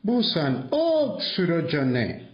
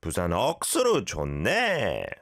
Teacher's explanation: Great pronunciation, it's just the intonation, right? It has to go up on the ne. · Shown in: second take